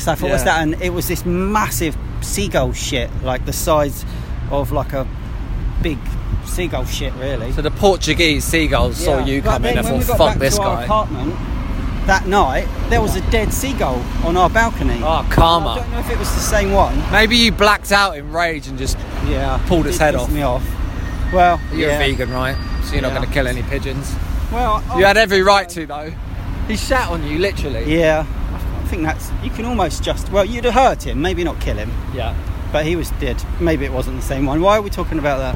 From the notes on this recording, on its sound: quick, heavy breathed walking tour of the English town of Bristol